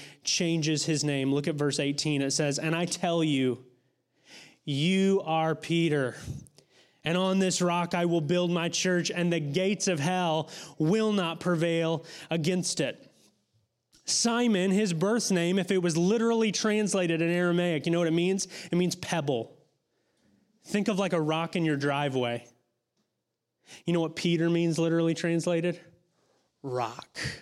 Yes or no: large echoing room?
yes